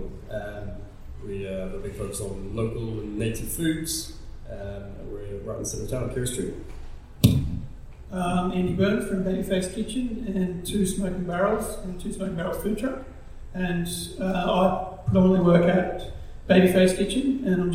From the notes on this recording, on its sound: Wollongong Writer’s Festival. Sat down for a live podcast at The Wollongong Writer's Festival.